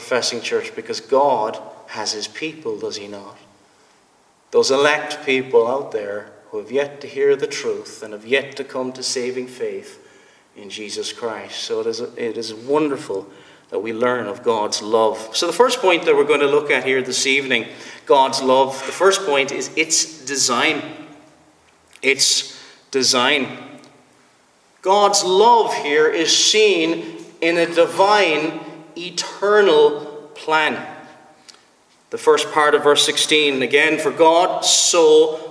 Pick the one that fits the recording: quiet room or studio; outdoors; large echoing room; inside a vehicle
large echoing room